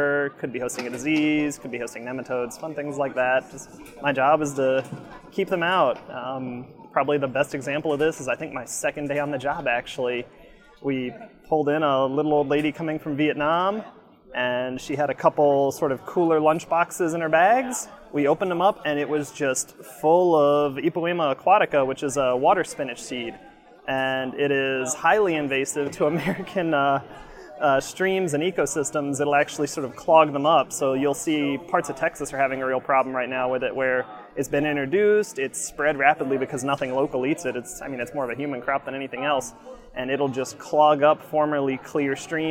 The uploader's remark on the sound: at the Smithsonian's Earth Optimism event on the Mall in Washington DC